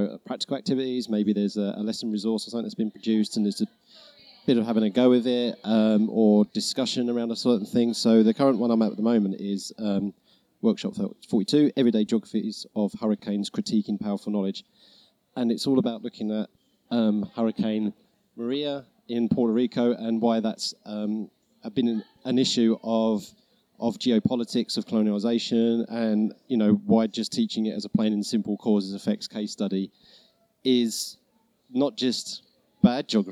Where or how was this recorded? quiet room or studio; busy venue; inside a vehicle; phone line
busy venue